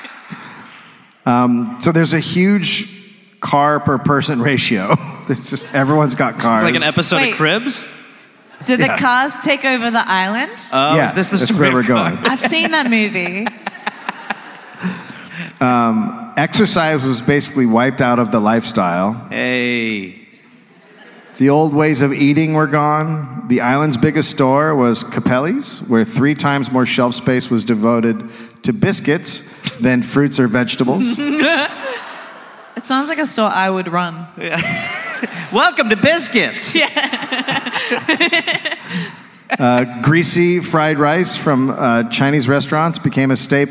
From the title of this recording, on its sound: Live in Adelaide